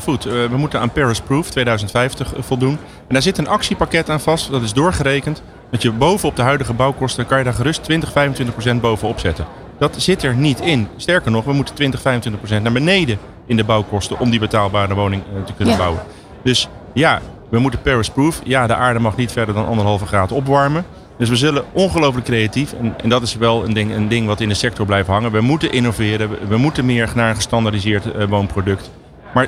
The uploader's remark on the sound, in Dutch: New Business Radio op de PROVADA 2023